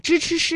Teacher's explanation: 这个舌尖呢是要接触或者是接近硬腭的前端的 · Term: 翘舌音